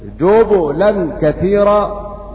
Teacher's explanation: بضم الجيم وسكون الباء مقلقلة